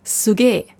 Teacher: Also gerade in Tokio und Umgebung passiert das sehr oft, dass das i ins e umgewandelt wird.